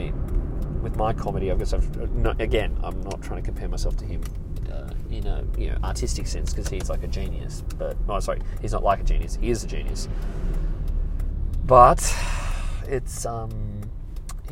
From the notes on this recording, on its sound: I'm in the car